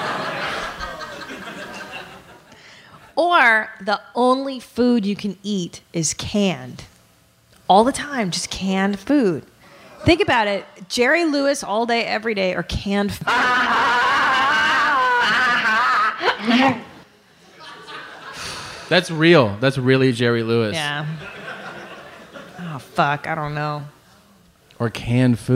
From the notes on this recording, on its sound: Live From Toronto. This is the Live podcast by which all future live shows will be judged.